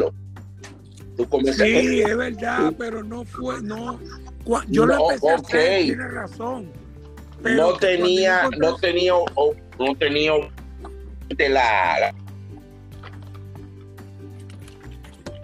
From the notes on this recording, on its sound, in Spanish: Es el encuentro virtual de una generación de Instructores. Se conservo el audio original sin cortes y preservar ese primer encuentro virtual.